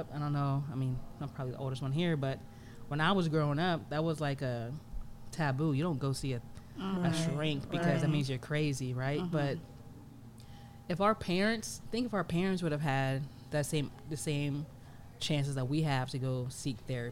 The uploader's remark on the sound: low audio